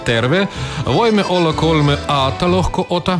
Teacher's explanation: В нем нет шипящих звуков, зато много гласных. Слова произносятся не торопясь, и все ударения приходятся на первый слог.